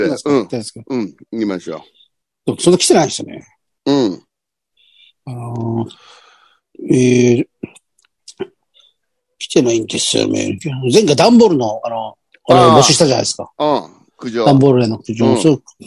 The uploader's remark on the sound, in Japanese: ZOOMで収録